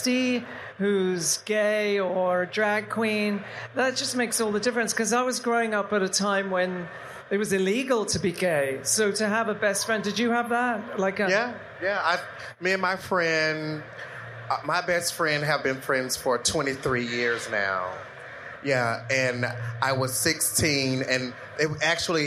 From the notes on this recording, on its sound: LIVE episode, recorded at RuPaul’s DragCon in NYC